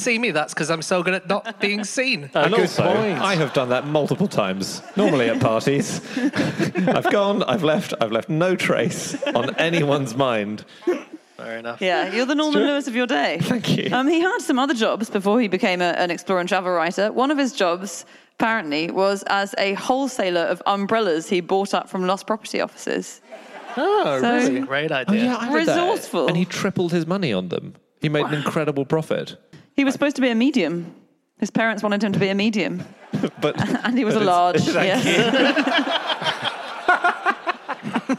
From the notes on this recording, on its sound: Live from Tunbridge Wells